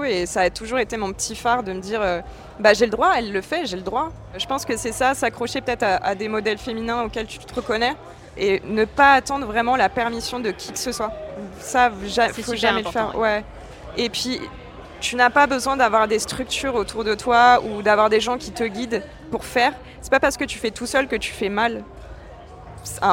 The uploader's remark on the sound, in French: Femmes d'Avenir au Main Square Festival. Était à la 17e édition du Main Square Festival à Arras. Lors de cet événement à guichet fermé.